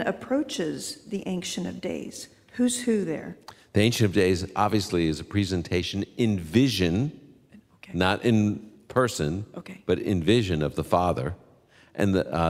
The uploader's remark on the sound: On the Road in Indy. Open Line comes to you via Castleview Church in Indianpolis this weekend. Our live audience asks their questions.